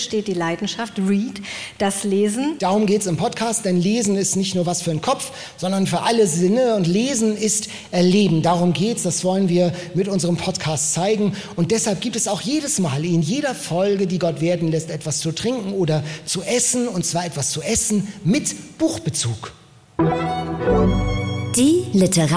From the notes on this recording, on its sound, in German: Live-Podcast mit Publikum. On Tour in der Fabrik in Hamburg.